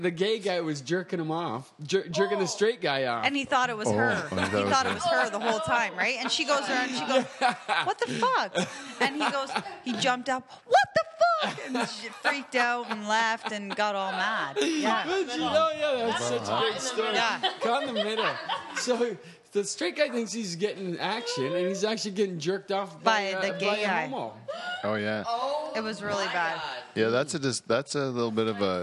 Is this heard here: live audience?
yes